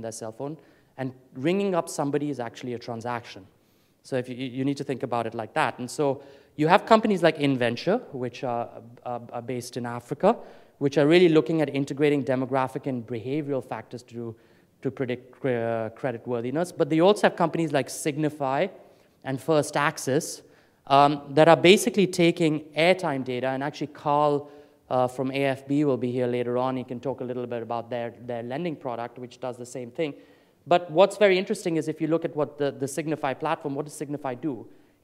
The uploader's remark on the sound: Afrikoin Cape Town 2014 Opening Keynote